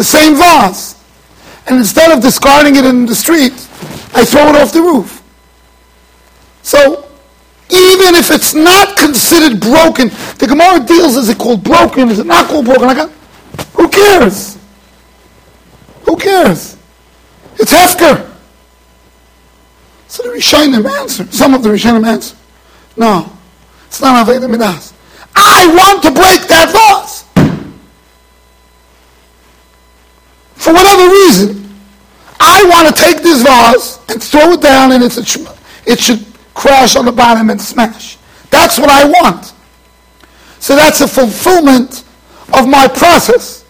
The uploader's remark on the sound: Shiur recorded in Yeshivas Ohr Reuven, Monsey NY.